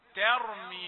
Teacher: إنها ترمي تاء رقيقة ثم راء مفخمة